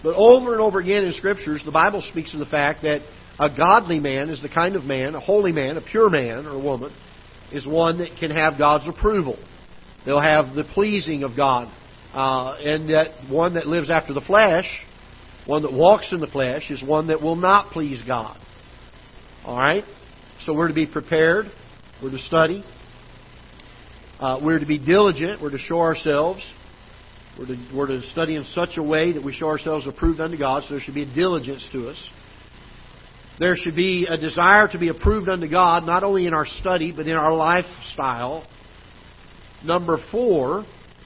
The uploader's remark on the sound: Ketha Heights Baptist Church ~ Live Broadcast